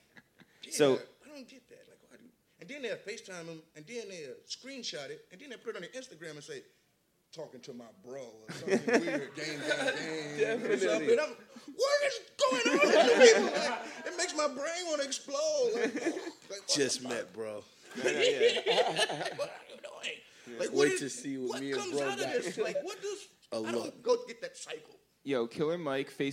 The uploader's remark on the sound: Live at SXSW. We took the show down to Austin, Texas. In front of a live audience from the official SXSW podcast stage!